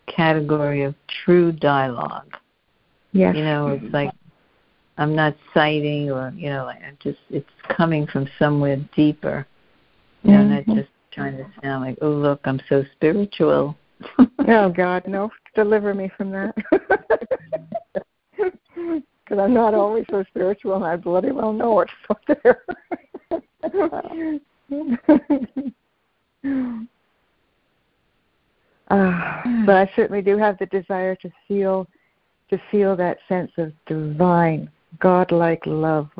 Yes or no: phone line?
yes